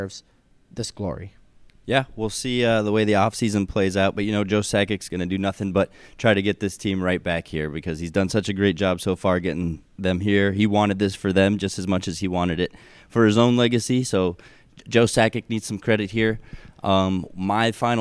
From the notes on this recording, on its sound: live from the media room at ice level of Amalie Arena